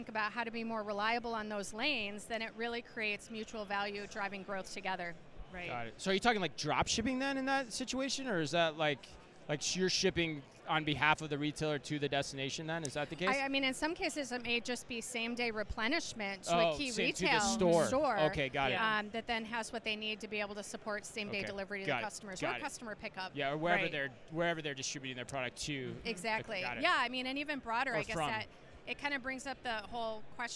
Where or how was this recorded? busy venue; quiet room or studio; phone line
busy venue